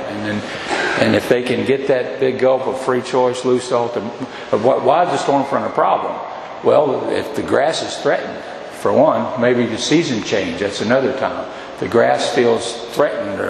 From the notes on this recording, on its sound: At the 2023 Spring Equine Affaire in Columbus Ohio. Presented/recorded on April 16th, 2023 on the Seminar Stage Voinovich Center.